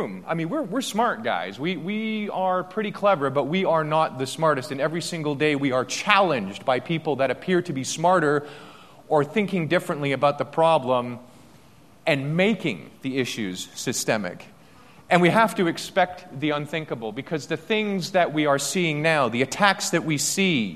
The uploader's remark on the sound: day two keynote speech from AusCERT